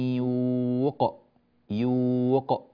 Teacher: ننتبه إلى الوقف عليها عندما نقف مضطرين، فنقول ومن يوق يوق، ولا يوجد ألف بعد القاف هنا لا في حالة الوقف ولا في حالة الوصل